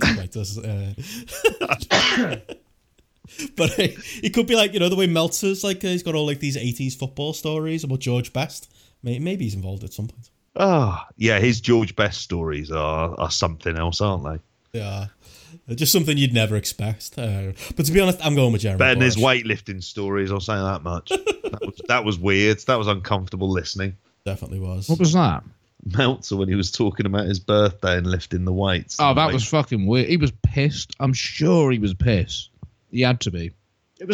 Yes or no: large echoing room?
no